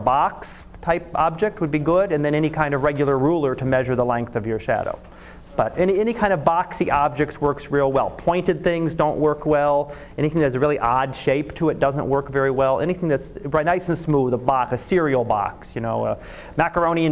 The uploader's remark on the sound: Live Class Lecture